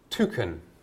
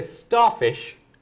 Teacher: the one with the puff of air, which is called an aspirated T, and the one without, which is unaspirated T